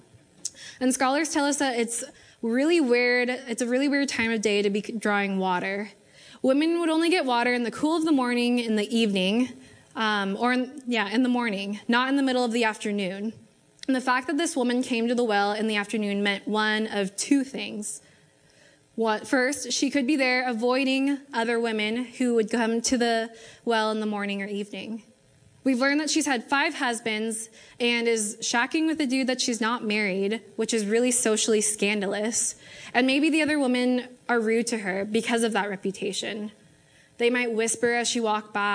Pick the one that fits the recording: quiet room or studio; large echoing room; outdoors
large echoing room